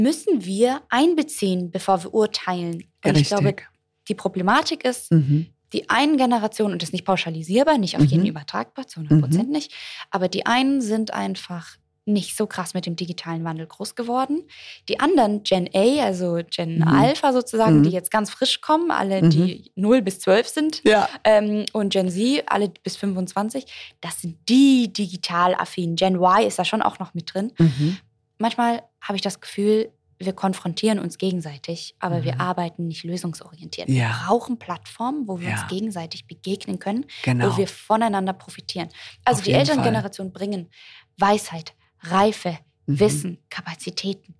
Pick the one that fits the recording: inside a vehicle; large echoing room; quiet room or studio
quiet room or studio